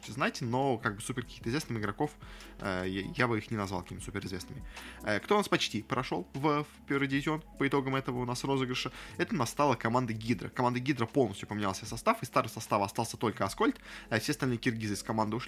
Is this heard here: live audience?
no